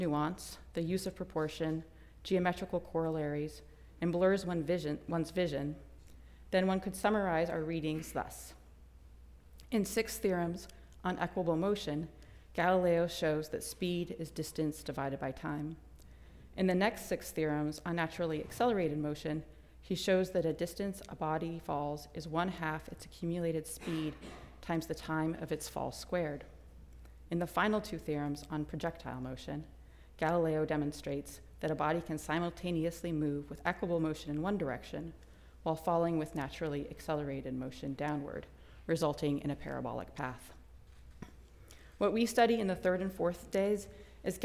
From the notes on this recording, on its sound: Recording of a lecture delivered on February 24, 2023. As part of the Formal Lecture Series.